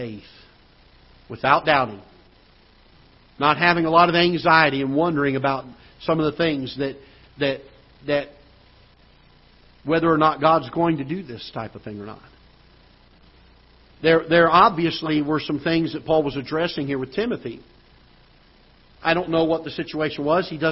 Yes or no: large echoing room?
yes